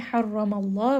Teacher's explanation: Ra here is going to be heavy because it has fatha. Name of Allah here is heavy because the letter before has fatha.